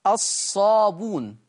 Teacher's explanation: فيقرأها بحذف الهمزة أيضا فتقرأ الصابون